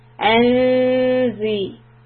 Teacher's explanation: So the noon here is ikhfa. I will hide the sound of the noon by going to z. So when I say z, the tip of the tongue is under the front teeth, just barely touching it.